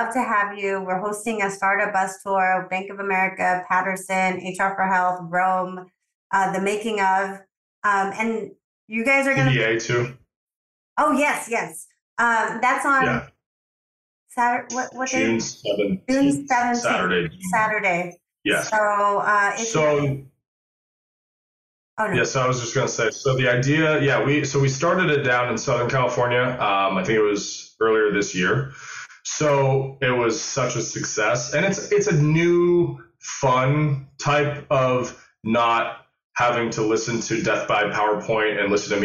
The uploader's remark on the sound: This is a LIVE webinar that they did to a group of northern CA doctors that are considering making the plunge into practice ownership.